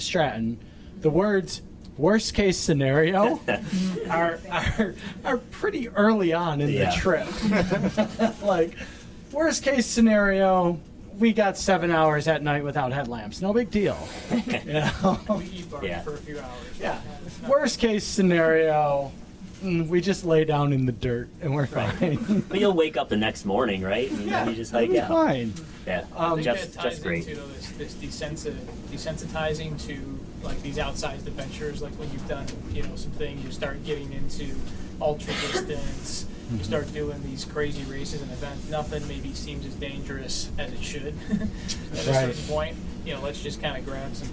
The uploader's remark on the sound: Sorry for any residual poor audio quality. It remains the fault of the producer and not the panelists!